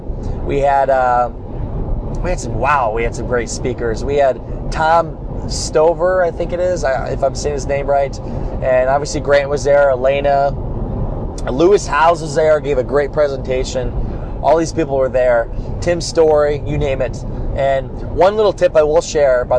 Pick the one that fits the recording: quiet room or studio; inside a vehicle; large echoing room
inside a vehicle